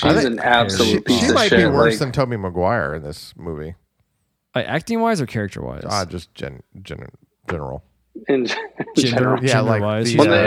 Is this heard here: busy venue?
no